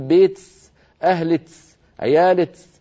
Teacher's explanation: من العرب من يبدل كاف المخاطبة المؤنثة سينا فيقول بيتس أهلتس عيالتس، فيبدلونها سينا أو شبه سين.